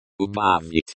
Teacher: The stress in this word is on the second syllable